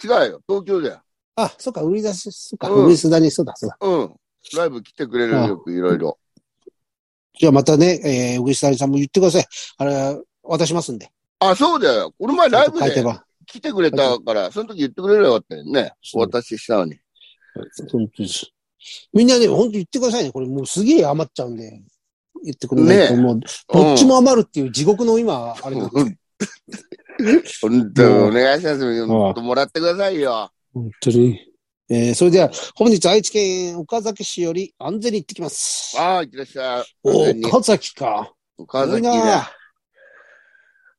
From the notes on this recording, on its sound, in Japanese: ZOOMで収録